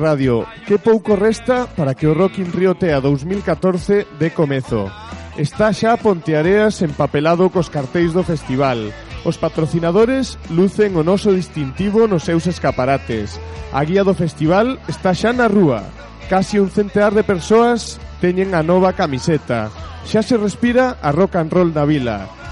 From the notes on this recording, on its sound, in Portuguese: grabado no Bodegón Severo